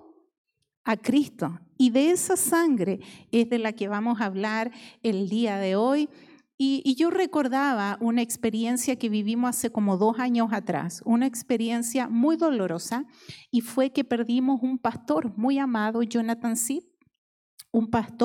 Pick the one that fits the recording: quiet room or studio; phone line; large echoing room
large echoing room